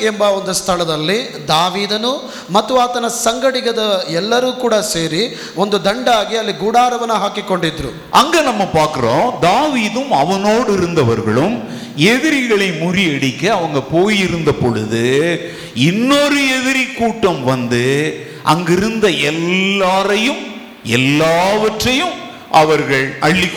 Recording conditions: large echoing room